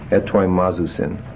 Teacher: So it's epsilon with rough breathing, tau, omicron, iota, mu, alpha, with a stress on the alpha there, it's zeta, omicron, upsilon, sigma, iota, nu. Again, the last syllable, iota nu, is short, and so you can have the antipenult stressed